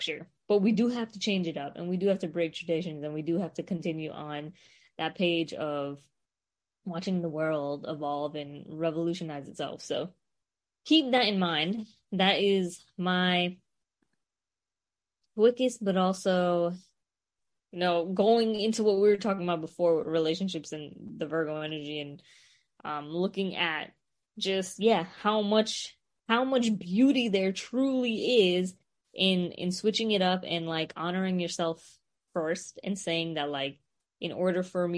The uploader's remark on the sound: Welcome to Space Trash LIVE from our Zoom Moon Ritual.